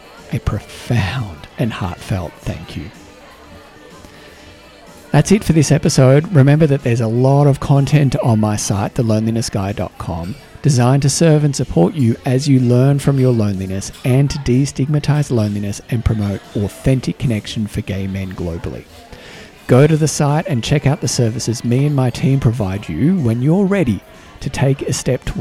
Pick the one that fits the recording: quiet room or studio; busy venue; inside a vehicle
busy venue